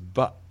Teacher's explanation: One that I think that we haven't talked about yet, one of the realizations we haven't talked about, is the substitution of a glottal plosive or a glottal stop for either a d, perhaps, but certainly for a t. And this goes back to this question of lenition.